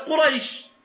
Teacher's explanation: الراء مفتوحة وجاء بعدها ياء ساكنة · Term: حرف لين